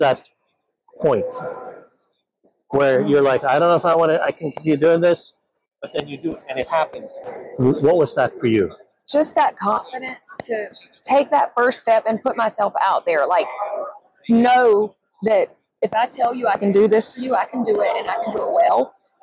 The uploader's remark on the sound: live from the 2023 ADA SmileCon show floor